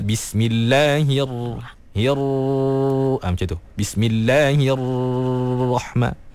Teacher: sembunyikan ra bila dia bersabdu · Term: sifat takrir